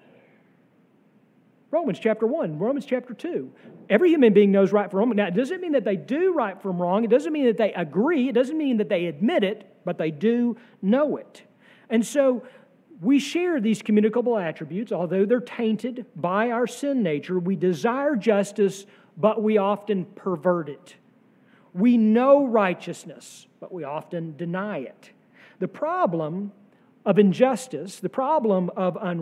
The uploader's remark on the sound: sermon from our worship service on June 18, 2023